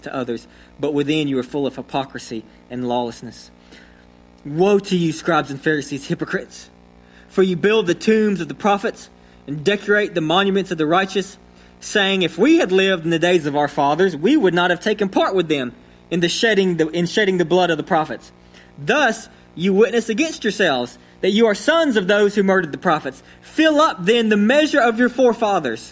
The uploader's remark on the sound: sermon delivered to Cottondale Baptist Church in Eastman, GA on 9/26/21